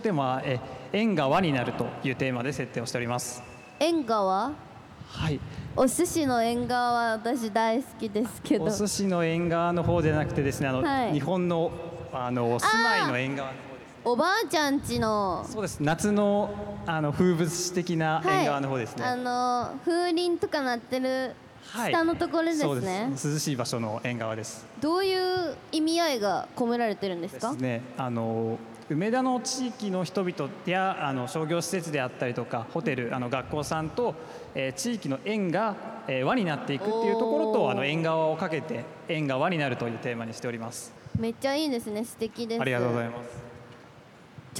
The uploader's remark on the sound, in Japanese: 梅田ゆかた祭り2023 で番組初の公開収録！！７月２２日土曜日に開催された「梅田ゆかた祭り２０２３」グランフロント大阪 うめきた広場での、番組初の公開収録の模様をオンエア！